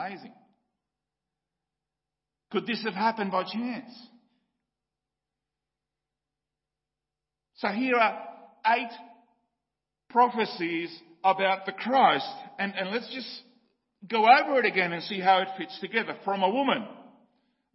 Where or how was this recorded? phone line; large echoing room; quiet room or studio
large echoing room